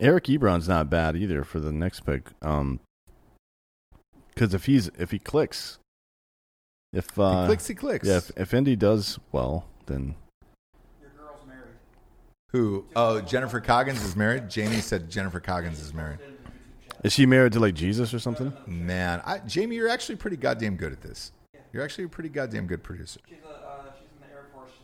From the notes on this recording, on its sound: Live From Orlando! Live from Tactical Brewery in Orlando.